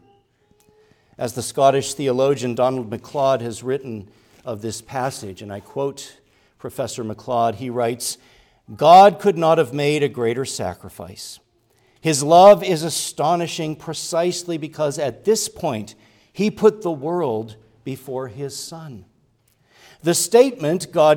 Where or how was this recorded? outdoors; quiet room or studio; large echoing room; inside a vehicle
large echoing room